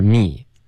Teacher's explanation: me 结尾不要加后鼻音 mean 不是 n 的音